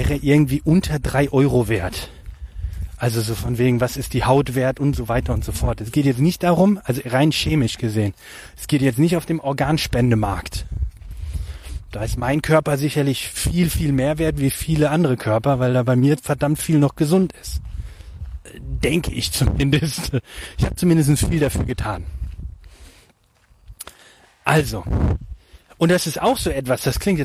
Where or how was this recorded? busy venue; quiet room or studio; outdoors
outdoors